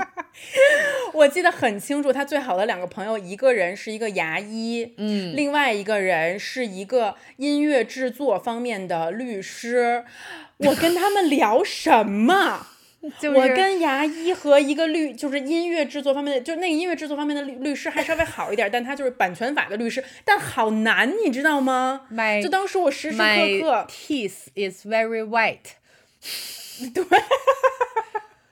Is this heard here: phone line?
no